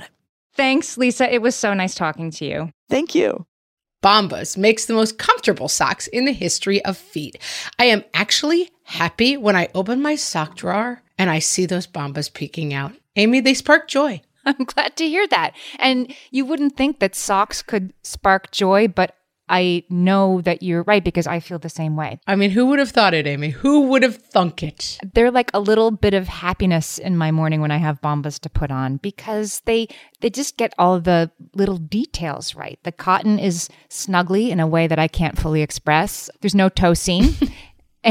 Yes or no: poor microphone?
no